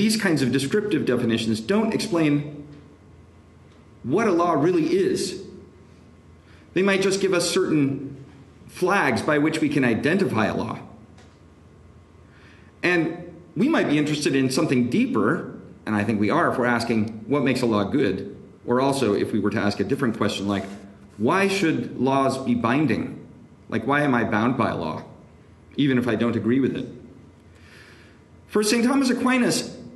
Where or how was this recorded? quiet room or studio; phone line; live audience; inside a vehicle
live audience